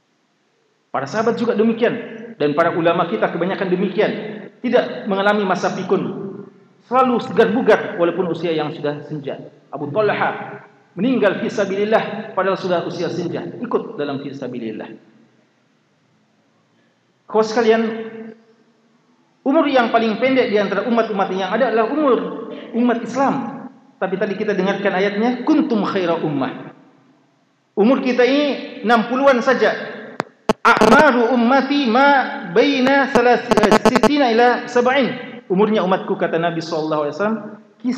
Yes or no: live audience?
yes